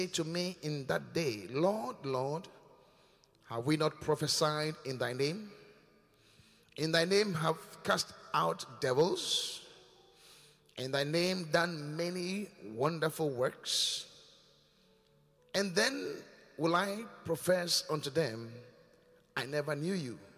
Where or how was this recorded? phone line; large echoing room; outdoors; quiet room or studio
large echoing room